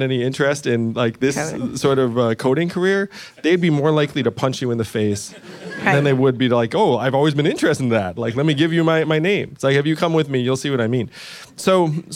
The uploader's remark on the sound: the San Francisco venue of this live interview